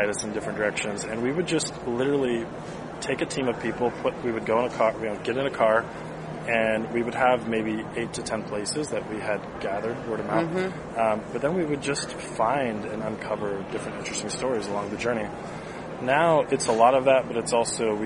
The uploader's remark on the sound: This whole show is done from the Trade Show in Houston TX. I set up interview and then we try to find a somewhat quiet spot near my guests booth so I don't have to have them go to far.